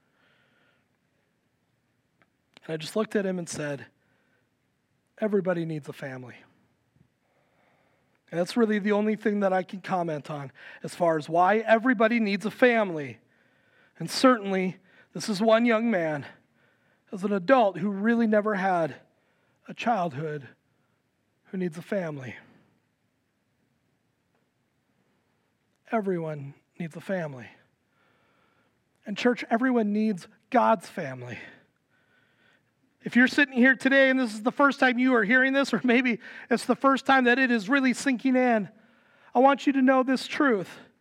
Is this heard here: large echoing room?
yes